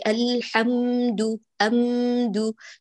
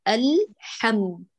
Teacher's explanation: ثم الميم لا تقولي الحمد أمد، تجعليها أطول من اللام، هذه الميم مظهرة إظهارا شفويا وبالتالي غنتها ناقصة، يعني زمنها كما الحرف البيني تماما · Shown in: second take · تتساوى مع اللام المظهرة قمريا.